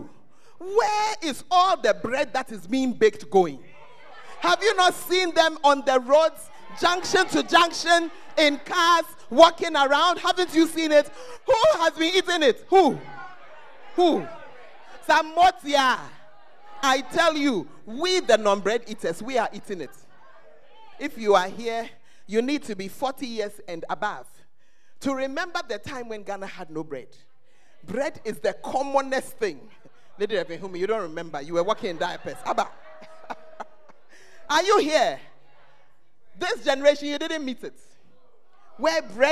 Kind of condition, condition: setting, large echoing room